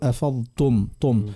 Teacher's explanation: بعد ما يفخم الضاد يولي التاء تتفخم، يقول أفضتم طم، تولي أقرب للطاء، أفضتم تو تا تو، تقعد مرق على روح أفضتم. · Term: يفخم التاء